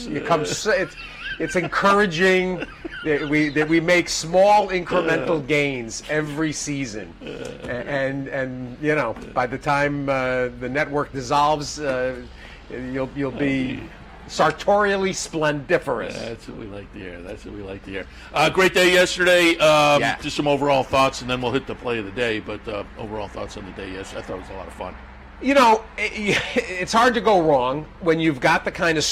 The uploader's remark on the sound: Capital OTB brings you another episode of Loose on the Lead Live from Saratoga Race Course.